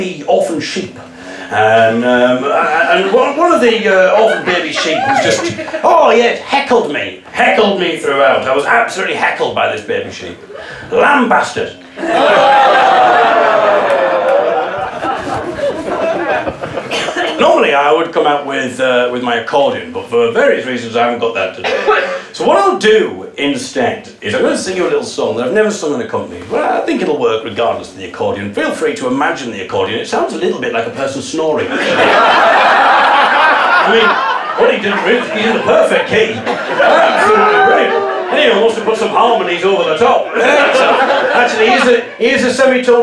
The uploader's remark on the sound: A Clip From My Stand Up Gig Where An Audience Member Very Audibly Fell Asleep